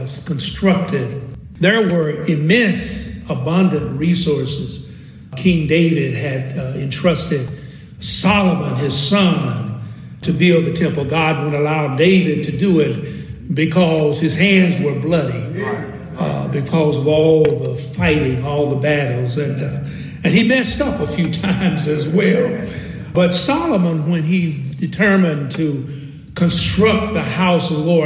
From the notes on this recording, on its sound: At the historic Clay Street Missionary Baptist Church, Shelbyville, Kentucky during their first ever “Big Enough Conference”.